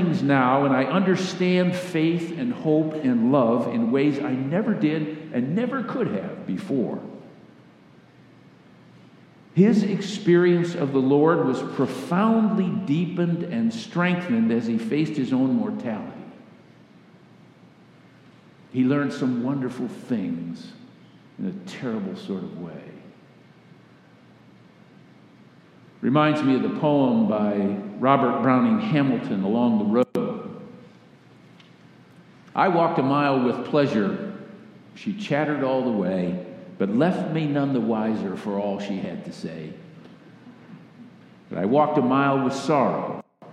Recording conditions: large echoing room